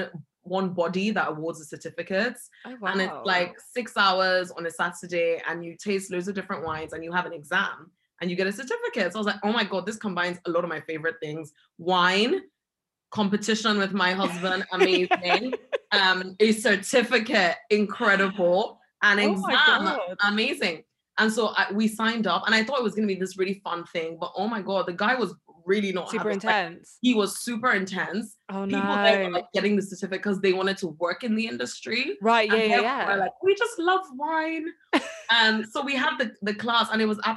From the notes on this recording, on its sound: This episode is recorded over zoom so the audio quality is affected